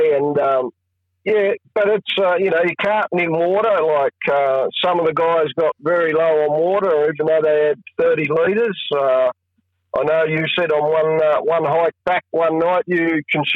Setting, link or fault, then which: link, phone line